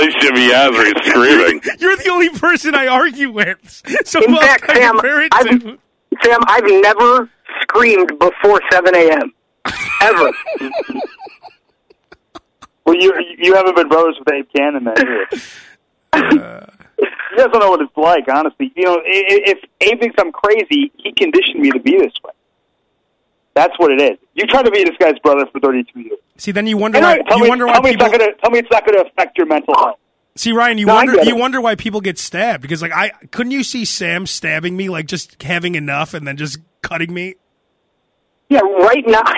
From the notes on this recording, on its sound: voice on the phone